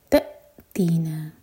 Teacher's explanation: ت حمزہ پر cut off sound لیکن جھٹکا نہ ہو